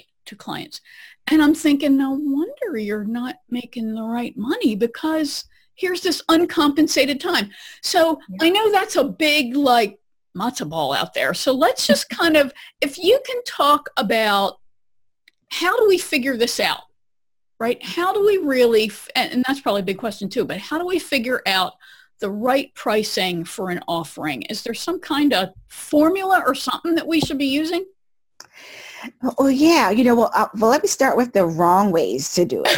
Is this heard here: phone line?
no